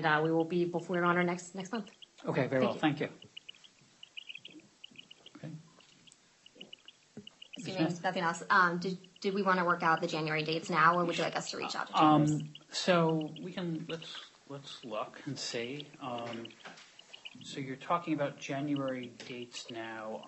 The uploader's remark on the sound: Audio of hearing held in the Yellow Corp. bankruptcy proceedings pending in Delaware. This is the official court audio, sorry about the sound quality.